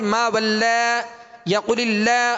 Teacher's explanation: تو اگر ہم منہ اور آواز کامل اگر کھولیں گے تو درست طریقے سے پڑھیں گے، ورنہ پھر ما ول یا قل اللہ اب لہ آواز لوٹ رہی ہے، آواز میں یعنی امالہ ہو رہا ہے، زبر کی آواز زیر کی طرف مائل ہو رہی ہے